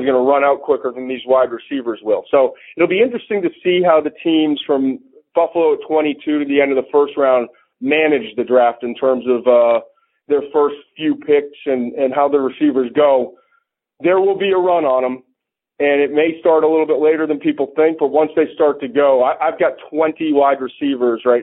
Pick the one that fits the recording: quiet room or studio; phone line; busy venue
phone line